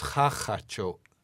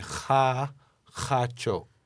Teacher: And what we're doing is we're reduplicating the first consonant and the first vowel, ah, of Hacho. We're going Ha, Hacho.